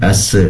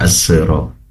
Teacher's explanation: Sudah bagus ya, tinggal dikoreksi sedikit ketika membaca Asra. Pastikan sinnya disempurnakan, sifat hamesnya cukup mengalirkan nafas. · Shown in: first take · Asra tidak perlu ditarik.